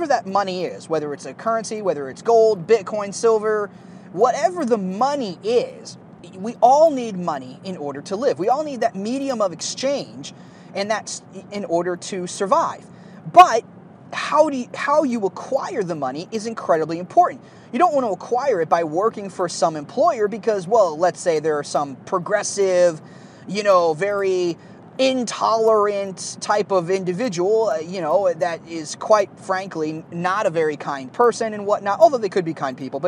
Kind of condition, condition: setting, inside a vehicle